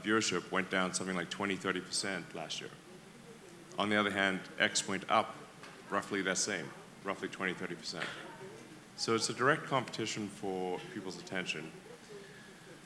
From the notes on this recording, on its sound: interview from inside the conference